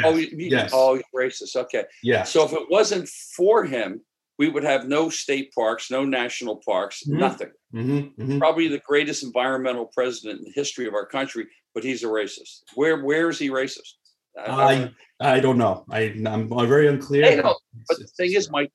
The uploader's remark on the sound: Sunday Sauce via Zoom.